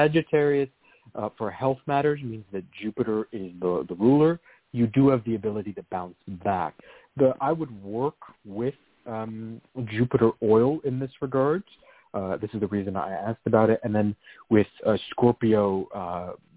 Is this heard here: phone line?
yes